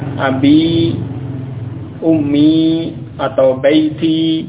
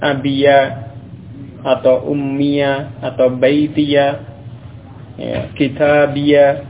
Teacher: ya mutakalim itu bisa dibaca dengan fathah · Shown in: second take